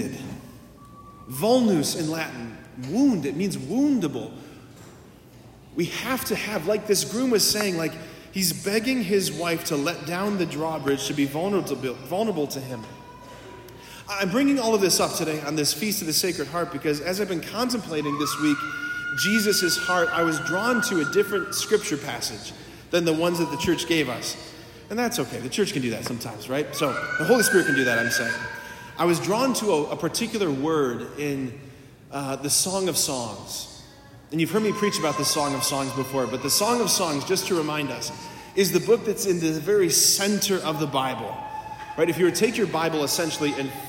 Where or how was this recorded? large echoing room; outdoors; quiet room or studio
large echoing room